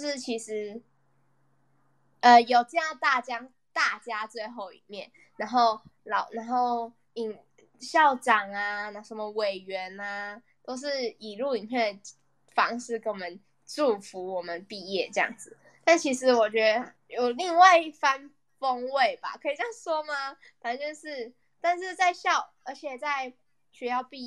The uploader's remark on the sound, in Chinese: 因為第一次錄音有一些小問題